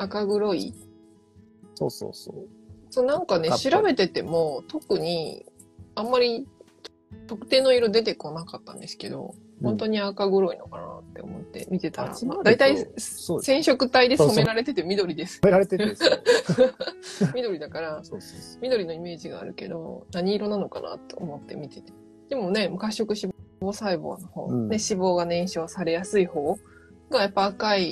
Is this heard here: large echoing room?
no